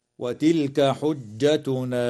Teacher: اللام في كلمة وتلك تسمى لام الاسم، وحكمها الإظهار دائما